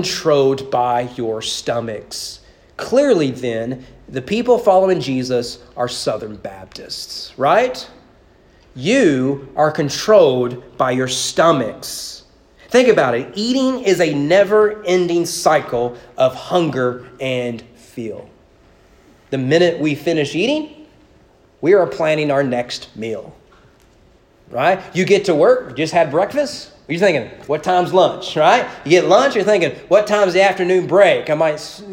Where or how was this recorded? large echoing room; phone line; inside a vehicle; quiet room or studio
large echoing room